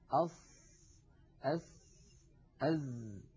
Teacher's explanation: المنطقة الزرقاء اللون من اللسان الغامقة تمثل منطقة المنطقة التي يقرع فيها رأس اللسان ومنتهى طرفه، منطقة الأسنان السفلى، ولا شك أن للأسنان العليا مشاركة في إخراج الصوت بدون تلامس، بدون تلامس يعني لا يلامس اللسان الأسنان العليا · Term: أحرف الصفير